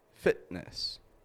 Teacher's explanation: We don't pronounce that T. We just stop it. · Term: glottal T